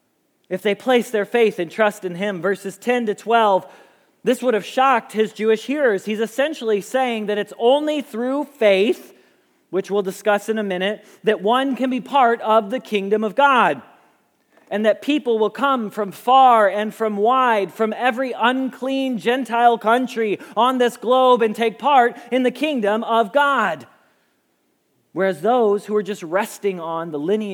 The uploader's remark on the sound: Message Preached at Valley Creek Church